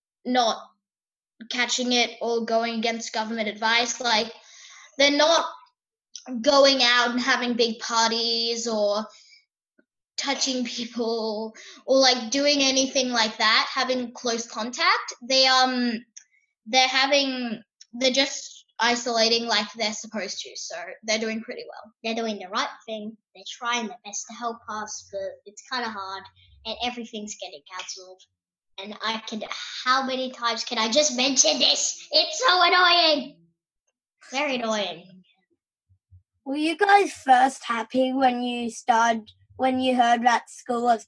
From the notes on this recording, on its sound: Via Zoom from Sydney and Melbourne.